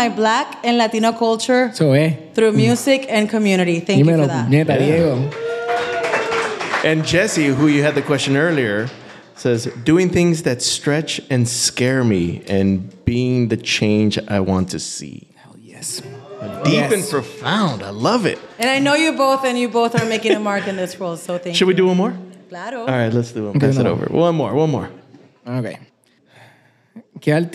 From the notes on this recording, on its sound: Recorded in front of a live audience at the beautiful Gibson Showroom in Hollywood.